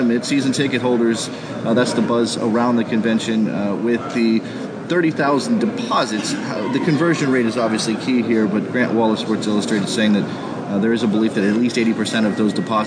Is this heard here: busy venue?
yes